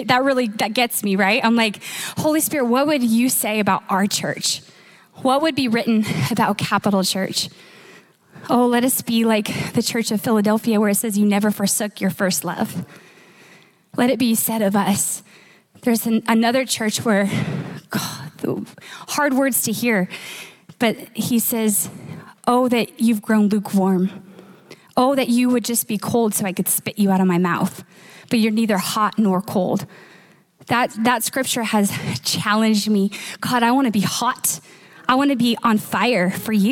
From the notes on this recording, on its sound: Recorded live at Capital Church in Meridian, Idaho